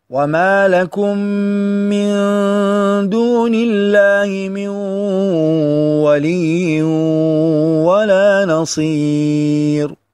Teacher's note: في هذا المثال إدغام للنون الساكنة في الواو في من ولي، وإدغام للتنوين في الواو في ولي ولا